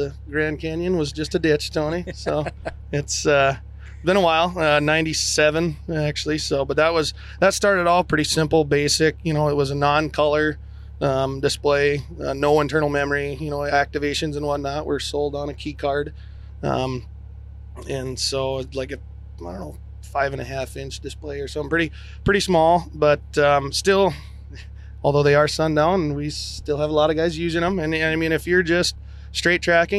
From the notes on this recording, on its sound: In this special episode recorded at Field Technology Days this Fall.